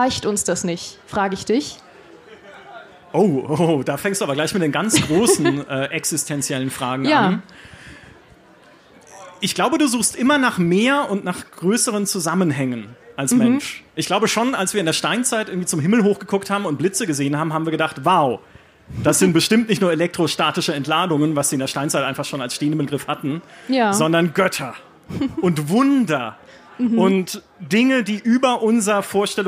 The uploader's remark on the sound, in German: Live-Podcast vom Münchner Geek-Festival